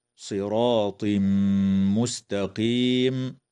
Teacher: ويدغم التنوين في الميم مع الغنة